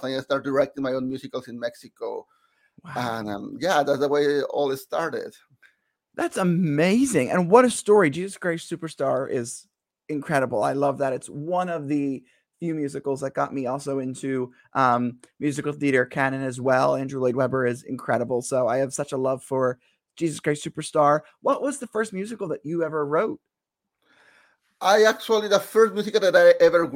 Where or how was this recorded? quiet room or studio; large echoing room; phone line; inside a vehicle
quiet room or studio